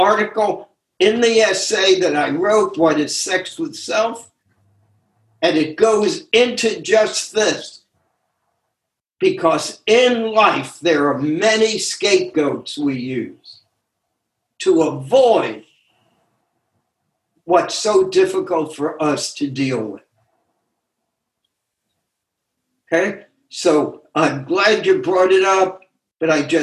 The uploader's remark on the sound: Took us on a zoom journey through the Essays.